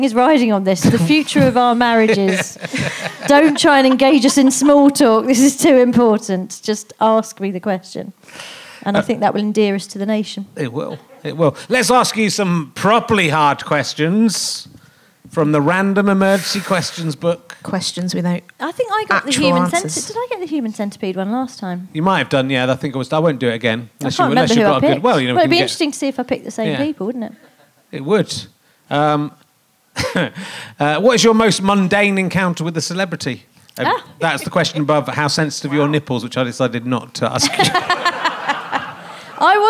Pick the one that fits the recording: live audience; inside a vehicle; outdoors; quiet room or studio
live audience